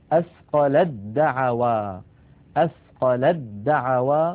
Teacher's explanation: وأيضا لا أنطق التاء بل أنتقل مباشرة إلى دال مشددة